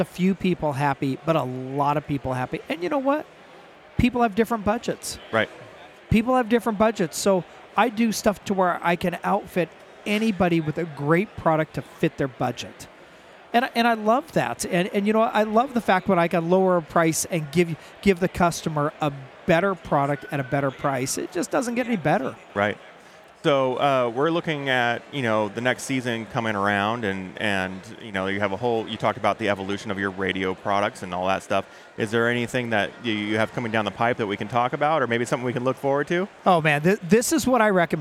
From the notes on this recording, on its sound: live from the "Rugged Pavilion" at the Sand Sports Super Show!